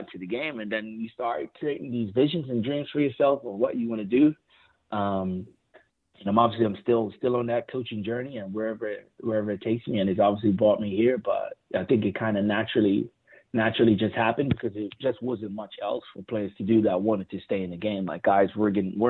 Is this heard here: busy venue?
no